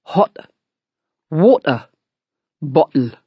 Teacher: you can hear how my tongue tip comes up to make the T in hot water bottle. And at the same time, the glottal comes into play. · Term: glottal stop